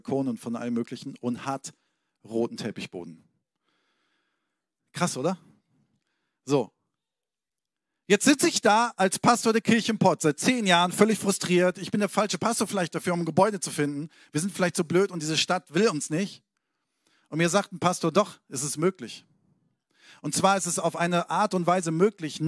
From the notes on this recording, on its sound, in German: Sonntagspredigt aus dem Standort Bochum.